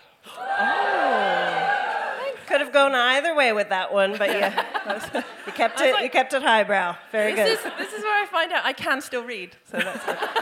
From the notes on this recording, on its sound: DWSC LIVE. Recounted her ordeal to the baying crowd.